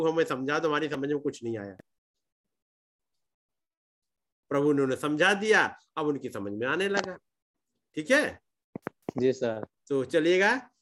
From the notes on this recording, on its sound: Zoom Meeting.